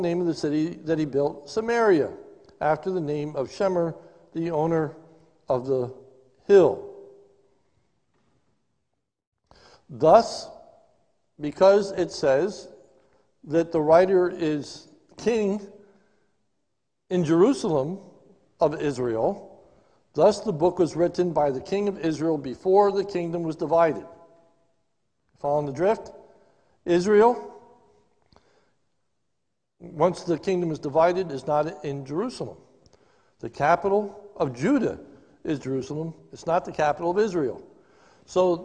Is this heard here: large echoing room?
yes